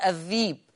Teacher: تلاتة، لفظ الذئب في سورة يوسف يقرأ ورش الذيب، يبدل الهمزة ياء عشان ما قبلها كسر